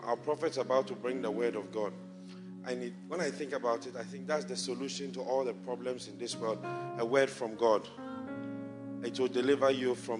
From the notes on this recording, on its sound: Preached at the Resurrection Sunday Service, First Love Church, Accra.